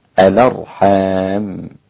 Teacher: ورش عن نافع نقل حركة الهمزة إلى الساكن قبلها